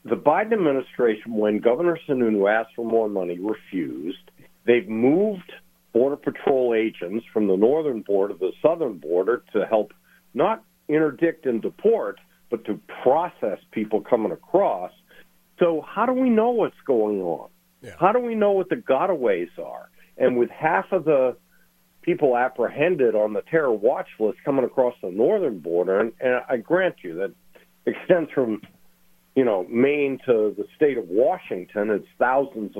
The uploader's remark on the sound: Calling in LIVE from South Carolina. In the Sig Sauer Studios.